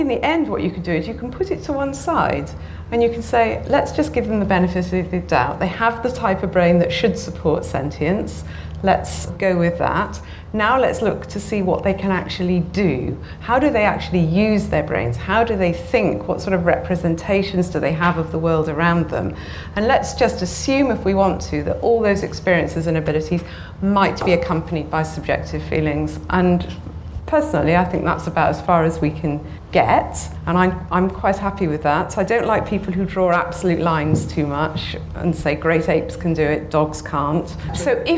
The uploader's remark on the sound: This podcast was recorded at Foyles bookshop in Bristol in association with the Bristol Festival of Ideas . This podcast was recorded at Foyles bookshop in Bristol in association with the Bristol Festival of Ideas .